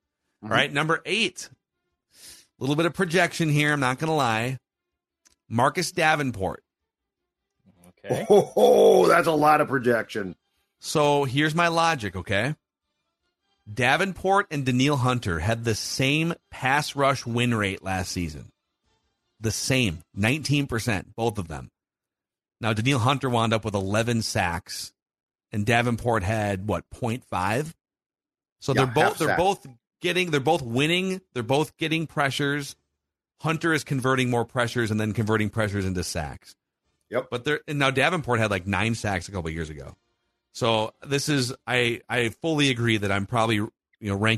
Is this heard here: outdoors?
no